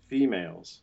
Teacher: It's not a prefix, F-E, so it doesn't follow the same rules there. It's stressed, and so it's the long closed E.